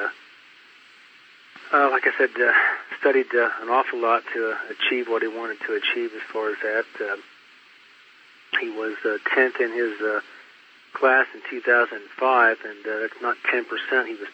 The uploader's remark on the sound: The audio has not been edited, the interview was conducted in 2007 over a phone line, with some clarity issues later on, but nothing major.